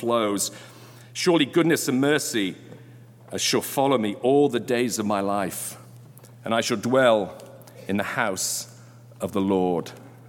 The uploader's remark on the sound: Delivered during Sunday Worship on July 24, 2022.